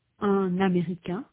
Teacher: In the right column, the same words are followed by a vowel sound, A. The consonant N is pronounced between un and américain · Term: liaison